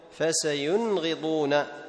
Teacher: تظهر النون عند الغين، أي بدون غنة زائدة